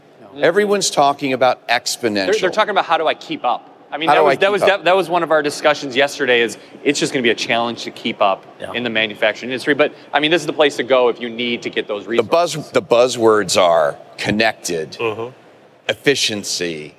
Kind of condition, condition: setting, busy venue